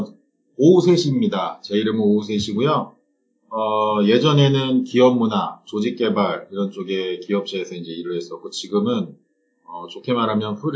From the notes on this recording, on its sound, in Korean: 1회부터 3회까지 녹음상태가 고르지 못해 죄송합니다.